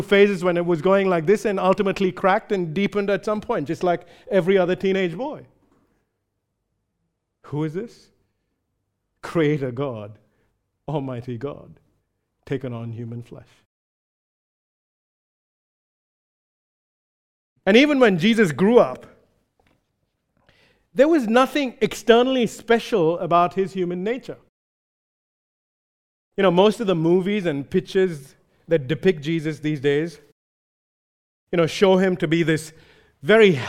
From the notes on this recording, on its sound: recorded live at Grace Community Bible Church